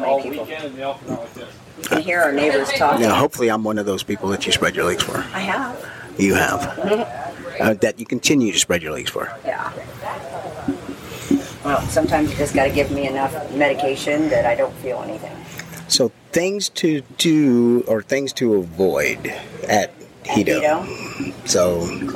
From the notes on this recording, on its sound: LIVE from Hedo 2023! Take you on an exciting journey from the heart of Hedonism 2! As they explore the lively piano bar and take in the enchanting atmosphere.